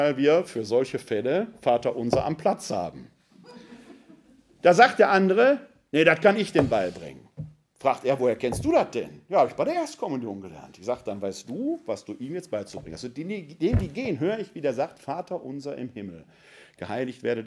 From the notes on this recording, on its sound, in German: Mitschnitt des Vortrages